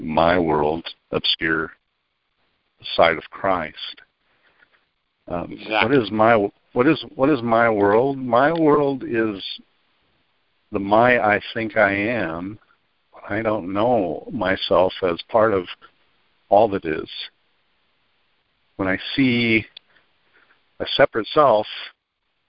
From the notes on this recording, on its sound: ACIM Saturday “Practical Application” Conference Call. On this call, the participants share the shifts in perception they have.